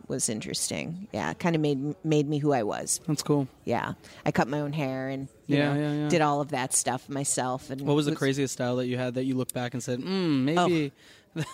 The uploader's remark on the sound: At the 2017 WEAR Conference in San Francisco.